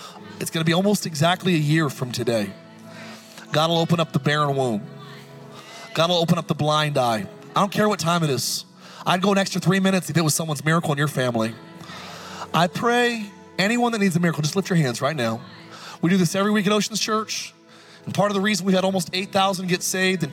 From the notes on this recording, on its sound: Recorded live at Capital Church in Meridian, Idaho.